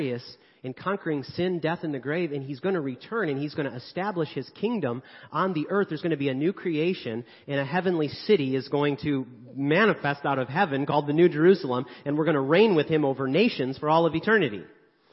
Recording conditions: large echoing room